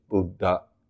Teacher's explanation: You put a little bit of air into the second D.